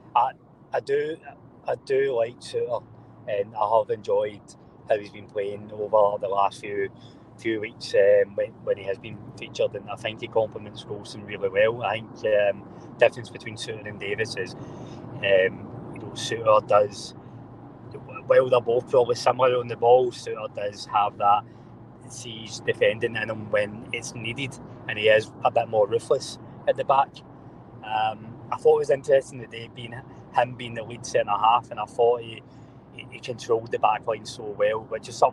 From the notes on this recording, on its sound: Live from the M8 as they cover two games in one day!